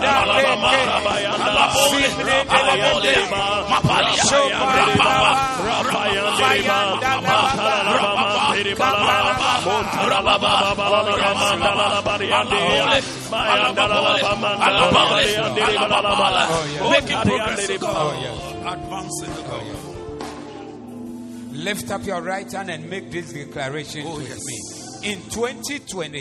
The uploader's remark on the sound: Preached at The Attempt Great Things Service(Zeloo)